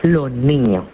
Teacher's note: en lugar de pronunciarla con la S, lo que hacemos es aspirarla